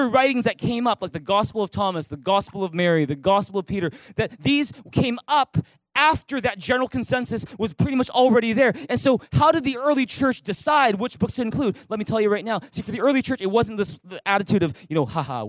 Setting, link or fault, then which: setting, large echoing room